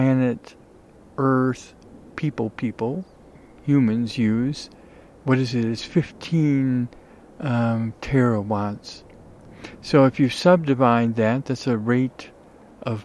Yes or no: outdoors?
yes